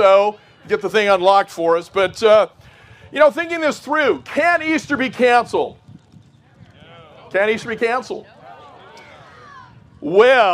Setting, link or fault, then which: setting, outdoors